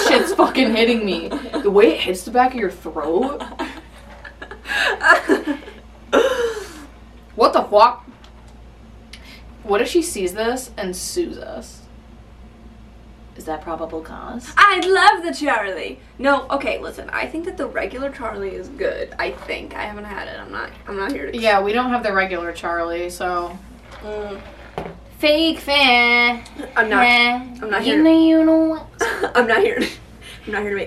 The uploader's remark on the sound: Today we have an episode that we accidentally recorded without any audio! The audio isn't that bad, just not as crisp so we apologize.